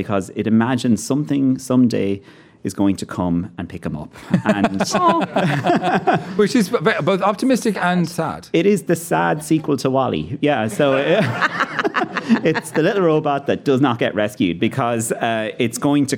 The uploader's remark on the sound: Recorded in front of a live audience at the Dublin Royal Convention Centre.